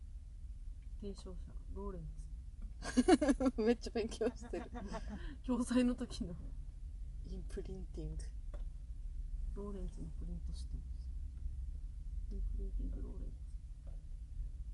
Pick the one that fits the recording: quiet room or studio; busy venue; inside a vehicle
inside a vehicle